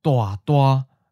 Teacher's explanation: The first syllable goes down and changes to mid-falling.